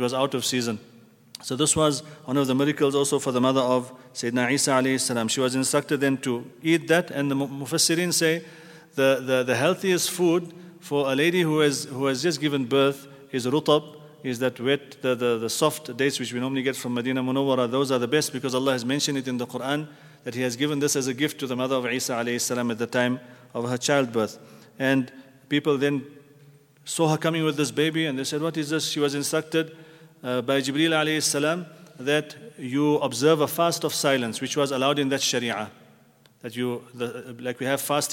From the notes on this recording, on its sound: at the Houghton Masjid (West Street)